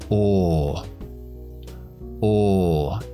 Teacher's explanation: Para la pronunciación británica redondeamos mucho los labios, tiramos la lengua hacia atrás y arriba y dejamos salir un sonido. Intenta bajar la mandíbula por dentro sin abrir los labios. · Term: la O larga